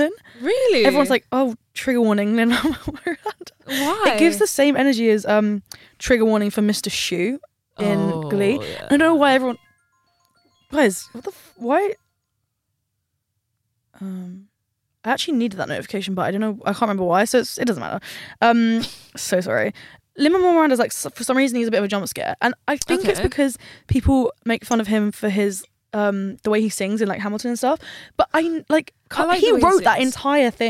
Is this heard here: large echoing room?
no